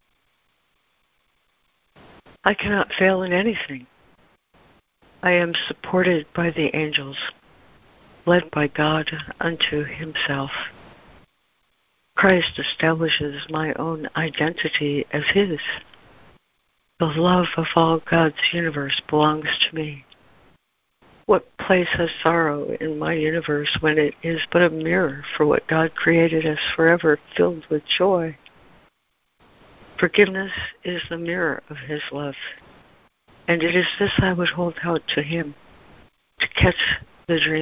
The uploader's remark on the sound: ACIM Daily Conference Call.